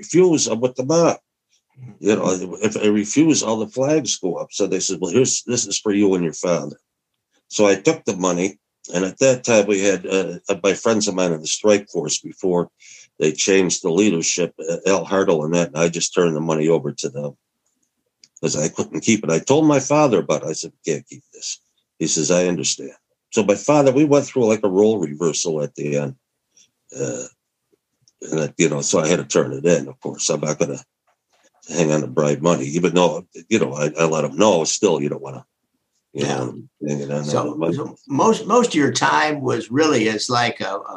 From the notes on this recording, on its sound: This is the audio from a Zoom call.